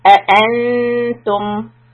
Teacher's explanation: So there's two hamzas. The first hamza is a question. We will not emphasize that one. And we will press on the second hamza. A-an-tum. And for tum, you're going to push your lips out for the ta dhamma and bring it back for the meem.